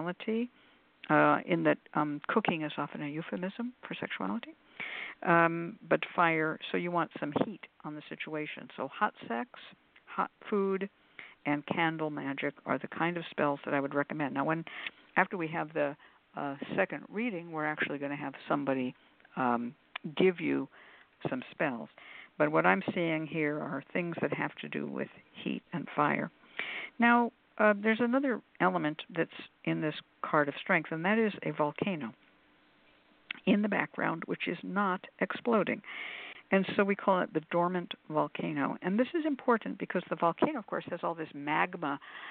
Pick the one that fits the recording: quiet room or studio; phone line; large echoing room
phone line